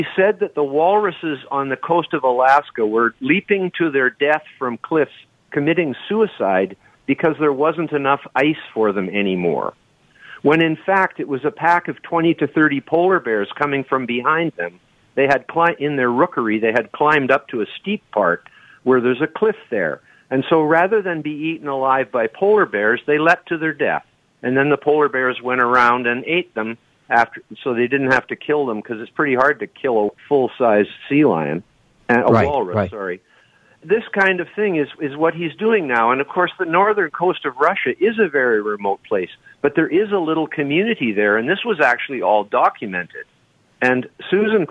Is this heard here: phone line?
yes